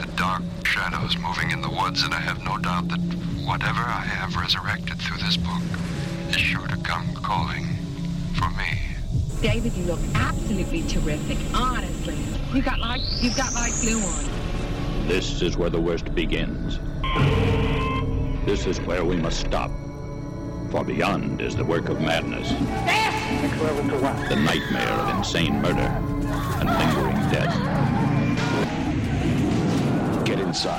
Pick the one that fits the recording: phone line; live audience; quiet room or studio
phone line